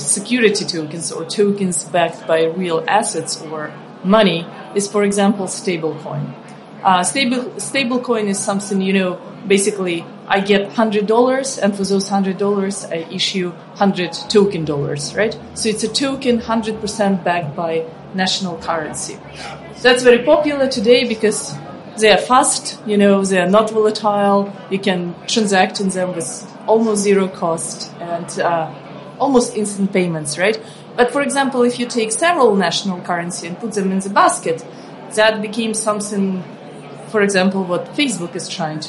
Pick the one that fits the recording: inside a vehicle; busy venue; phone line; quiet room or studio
busy venue